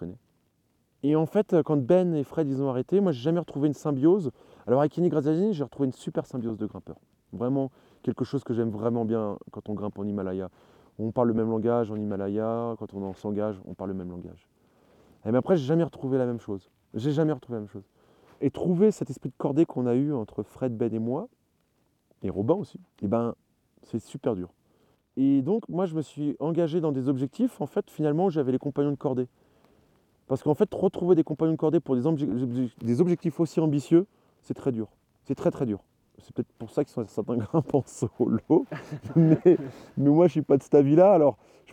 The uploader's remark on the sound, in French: lors d'un bivouac perché sous le sommet de l'aiguille du Moine